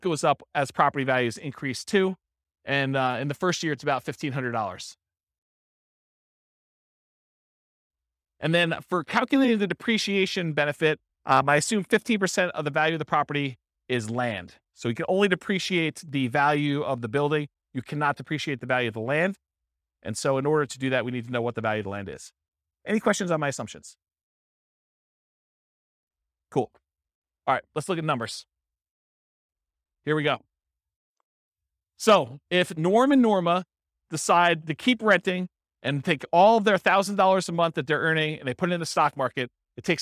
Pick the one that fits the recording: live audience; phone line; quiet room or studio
live audience